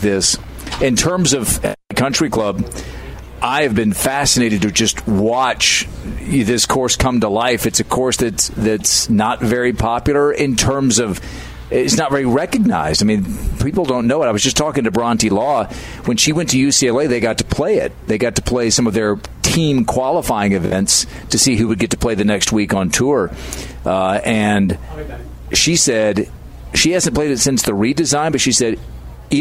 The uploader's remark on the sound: we're broadcasting live from the Blythefield Country Club which is home to the Meijer LPGA Classic